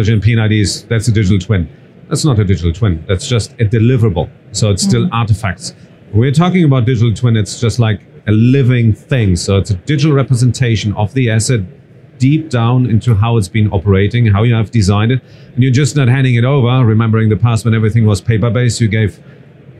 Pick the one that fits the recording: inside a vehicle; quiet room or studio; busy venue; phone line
busy venue